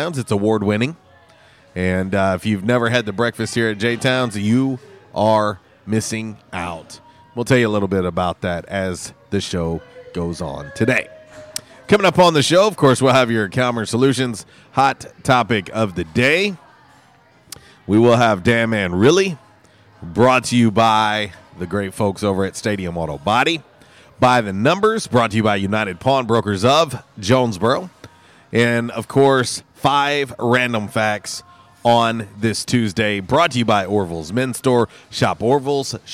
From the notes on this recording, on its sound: LIVE from JTown's Grill! The Ticket 95.3 Fm/970 AM, Ritter Communications Tubetown 21!